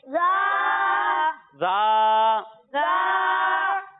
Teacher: جب ہم زال کی ادائیگی کریں گے تو اس میں سیٹی کی آواز نہیں آئے گی